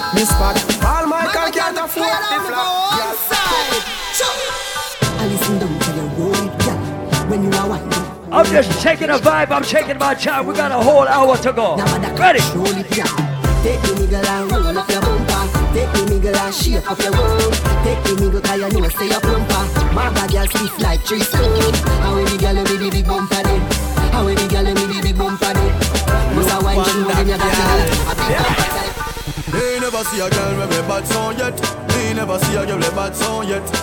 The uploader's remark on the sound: The live audio recording of the grand opening of Island Saturdays at it's brand new location.